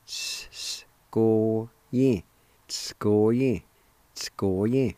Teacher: In this word, the V with the T-S at the very beginning of the word would be silent. You kind of just draw out the S sound just a little bit long to make it sound like two S's.